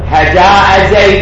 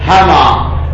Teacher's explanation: قبيلة طي تبدل الهمزة هاء، لهذا يقولون مثلا أجاء زيد، يقولون ماذا يقولون هجاء زيد وهكذا.